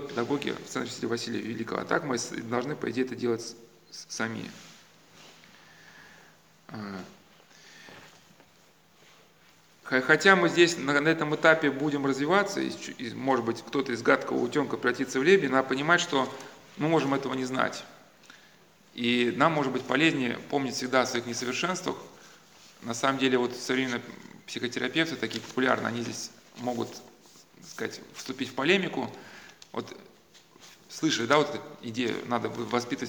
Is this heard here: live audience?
yes